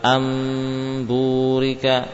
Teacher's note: Kadang qalb, ya, berubah menjadi mim, misalkan kalau ketemu ba pada kalimat amburika.